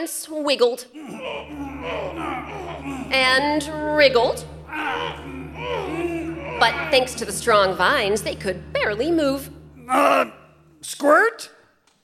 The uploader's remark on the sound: Recorded live